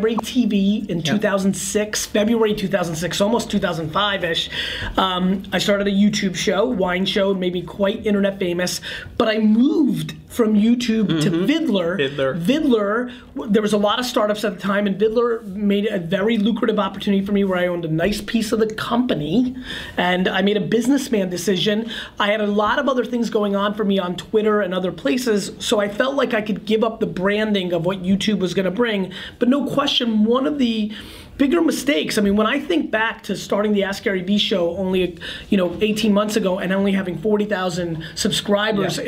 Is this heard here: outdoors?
no